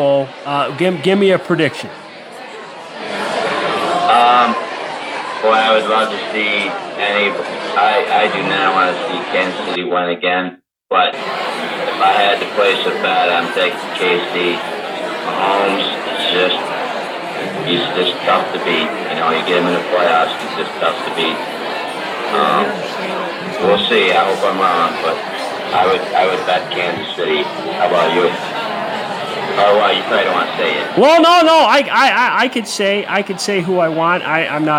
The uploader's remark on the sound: Live at The Superbowl.